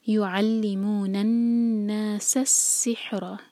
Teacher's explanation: سین کے نیچے جو کسرہ ہے اس کو ای کا ساؤنڈ دیں گے، سے آواز نہیں آنی چاہیے.